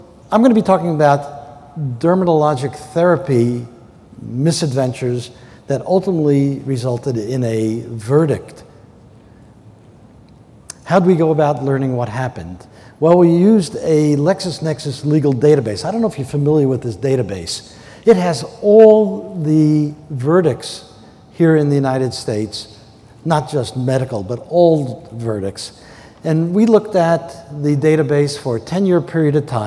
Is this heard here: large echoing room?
yes